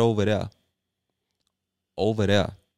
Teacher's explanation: Instead of saying over there, that TH, that famous TH becomes a soft D sound again